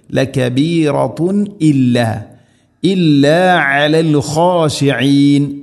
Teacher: തൻവീന് ശേഷം ഹംസ ഇദ്ഹാർ വെളിവാക്കി ഉച്ചരിക്കണം, അവിടെ മണിക്കരുത്